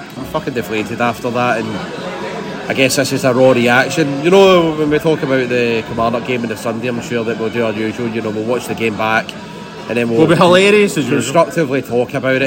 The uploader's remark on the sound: Recorded at MOLLY MALONES . Recorded at MOLLY MALONES .